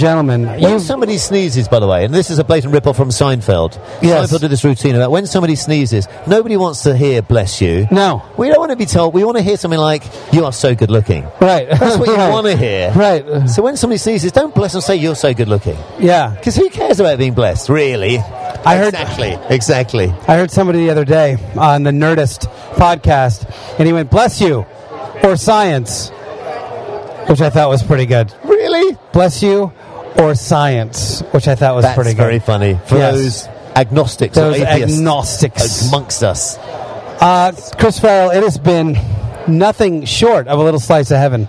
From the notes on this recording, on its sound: live from Traffic and Conversion in San Diego